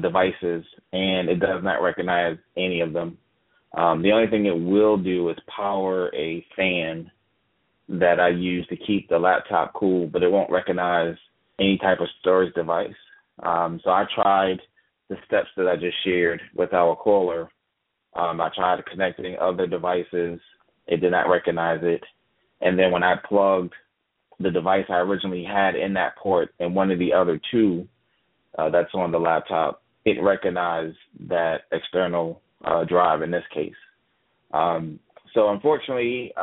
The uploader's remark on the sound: Live Talk is a TABRadio broadcast call-in show where you the listener can ask questions about technology and computers.